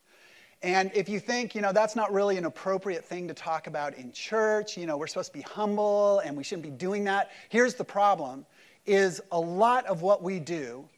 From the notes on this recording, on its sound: Easter service at Mariners Church Huntington Beach